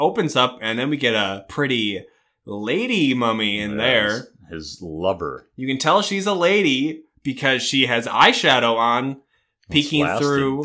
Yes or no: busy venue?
no